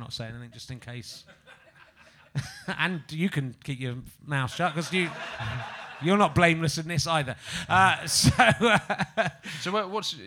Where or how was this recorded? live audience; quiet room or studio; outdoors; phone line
live audience